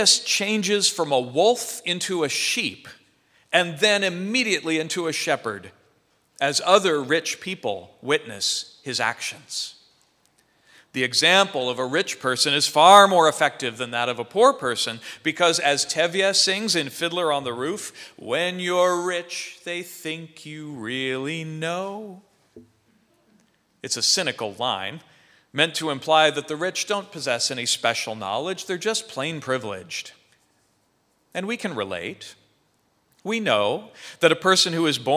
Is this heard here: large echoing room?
yes